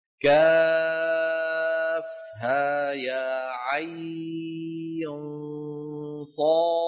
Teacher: عين سنمدها أربع حركات، ثم نخفي النون عين، لا تنسوا الغنة، ثم نمد صاد ست حركات ونقلقل الدال صاد.